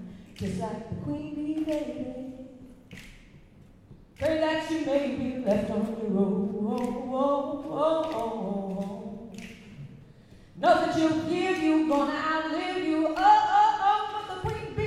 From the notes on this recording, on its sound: TO&ST in the Afternoon at Edinburgh Fringe 2013. At the first TO&ST in the Afternoon cabaret event – held on August 7 2013 at Fringe Central in conjunction with the Time Out & Soho Theatre Edinburgh Cabaret Award.